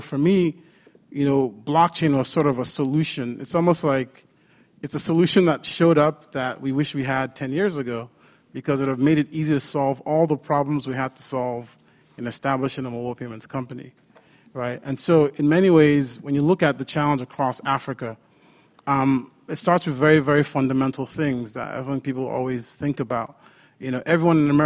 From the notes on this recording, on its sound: This panel session was recorded at the Trade with Africa Business Summit in Bentonville, Arkansas over the summer.